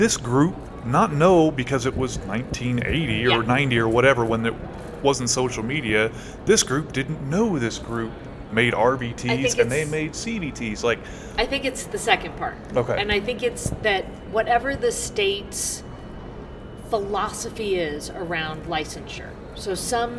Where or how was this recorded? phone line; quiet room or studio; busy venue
busy venue